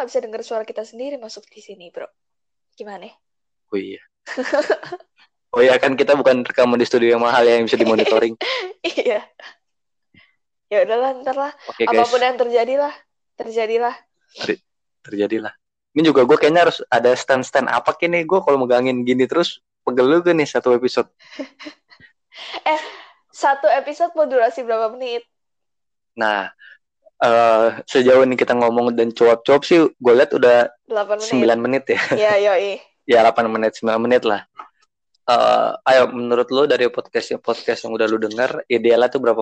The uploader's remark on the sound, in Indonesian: Kami masih tes mic.